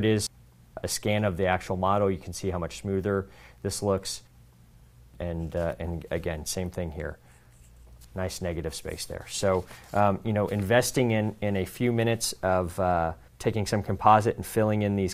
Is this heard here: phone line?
no